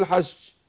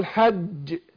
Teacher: الجيم حرف شديد مجهور، يعني في حبس للنفس والصوت · Shown in: second take